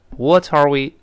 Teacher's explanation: eat for dinner?"他说，"我们晚上吃什么饭呢？"第一个那个"what"，我们讲了，是美式特色。英国人都称"wots"。美式口型大一些，这种 whatwhat。那么 are we 那个 are，跟这 what 连到一块儿呢，自然连读成 what are what are 那个 t 跟元音 are 连到一块儿了。What arewe？可以这么读，啊。是你语速的快慢。如果语速更快一点儿呢，那个 t 也有可能浊化真的，读成 what arewe？ what are whatare？这也有可能，就看你语速的快慢了，啊。What are we gonna